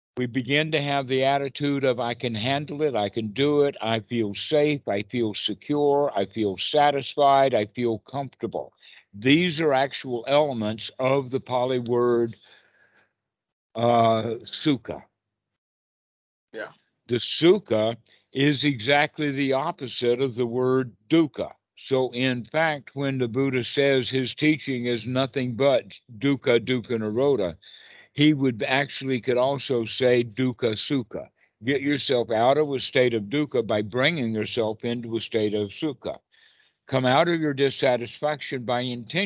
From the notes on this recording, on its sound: skype calls on this channel